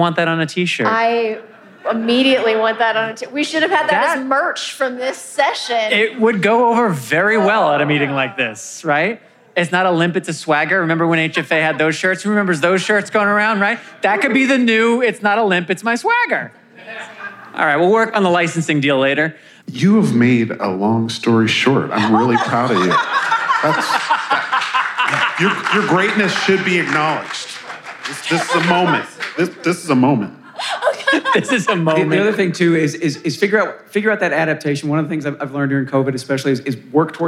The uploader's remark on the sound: LIVE from HFA!